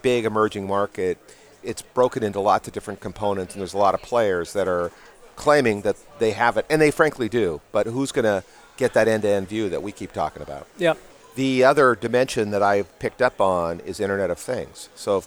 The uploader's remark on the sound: A live recording from the Supply Chain Executive Conference in London.